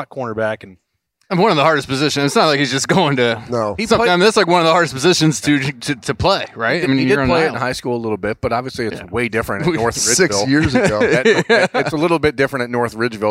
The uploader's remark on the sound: Lettermen Live is back at Roosters on Olentangy River Road in Columbus